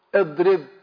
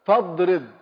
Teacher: تثبت في الابتداء يعني تنطقها همزة، وتسقط في الدرج أي لفظا لا خطا · Term: همزة الوصل